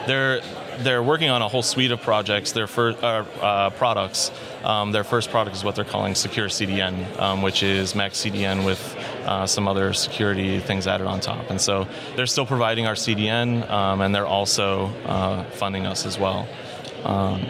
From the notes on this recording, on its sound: In this episode of Spotlight recorded at OSCON London 2016.